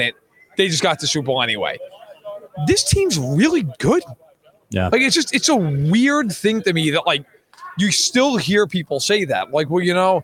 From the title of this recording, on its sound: Live from Super Bowl LVII